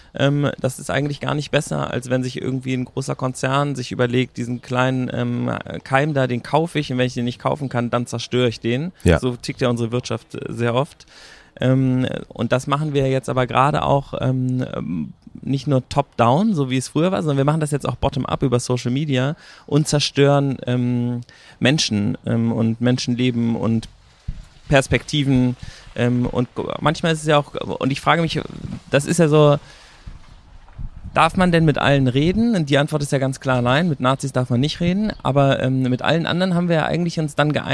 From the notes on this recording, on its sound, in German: Wir haben uns zur Feier des Tages, wie in den guten alten Zeiten, nach draußen gesetzt und dort aufgenommen. Vor dem Studio wurde es uns dann aber doch noch ein bisschen zu ungemütlich und es hat uns nach drinnen verschlagen.